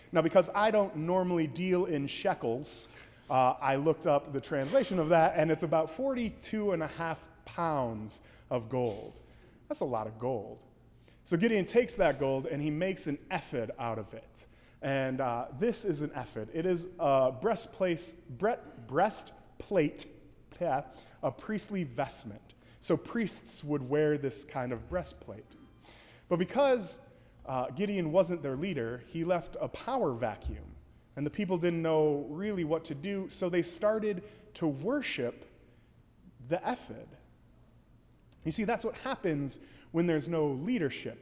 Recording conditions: large echoing room